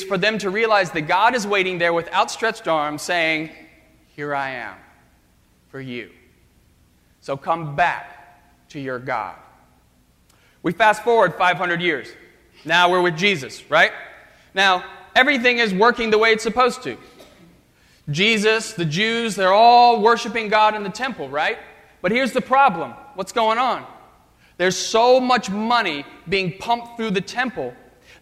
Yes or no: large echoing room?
yes